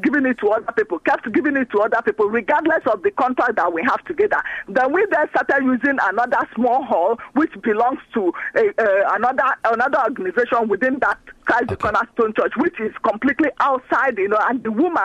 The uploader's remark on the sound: we receive a very sad phone call from long time listener